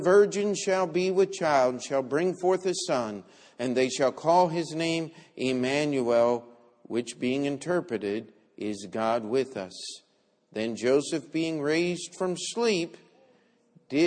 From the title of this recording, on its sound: Christmas Sunday Service